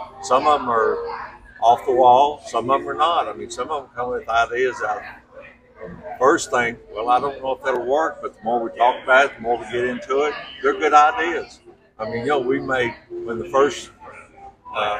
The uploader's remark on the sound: at the Kentucky Bourbon Festival in Bardstown